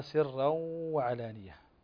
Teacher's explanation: إدغام بغنة فنقرأها سرا وعلانية